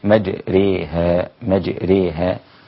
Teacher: والإمالة معناها أن تمل بالحرف إلى ناحية الياء أكثر، لأن هناك إمالة صغرى تسمى التقليل، والإمالة الكبرى تسمى الإضجاع، وفي بعض الكتب الانبطاح أو الانبطاح، تمام؟ فتكون الإمالة عند حفص إمالة كبرى ليس تقليلا، فتقول بدل مجراها، بسم الله مجراها، وهي موجودة عند بعض القراء مجراها دون إمالة، فقرأها حفص بالإمالة هكذا، مج بدل را ري، مجريها مجريها، ليست كسرة مجري وليست فتحة مجرى، إنما هي بينهما مجريها هكذا.